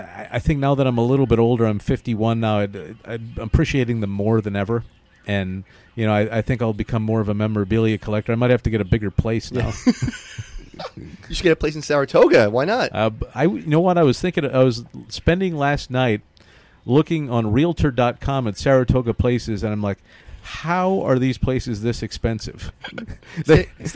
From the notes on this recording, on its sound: live from Belmont Park